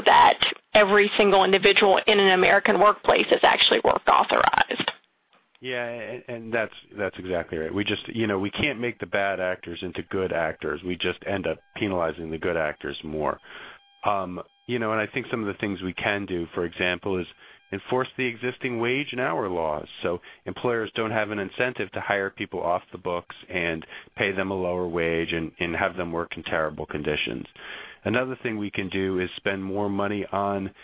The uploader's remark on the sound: Rights Working Group held a conference call with experts on e-verify and privacy.